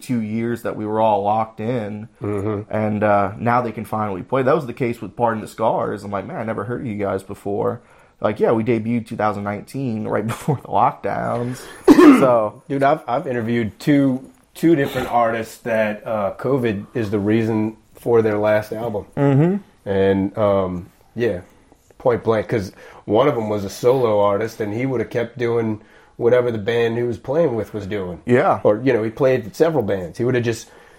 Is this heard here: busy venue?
no